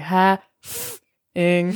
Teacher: it's extra work for you to say the F instead of the V because you have to stop your vocal cords. You're like, ha-f-ing.